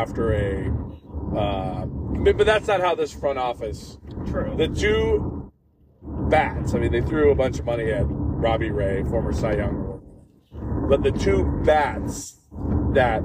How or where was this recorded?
inside a vehicle